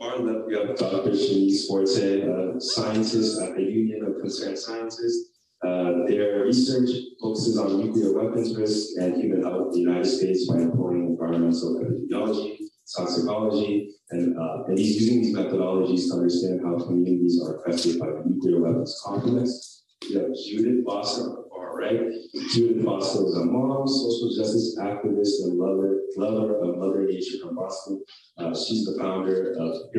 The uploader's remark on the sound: A recording of the panel discussion at the 2023 Black Health Matters Conference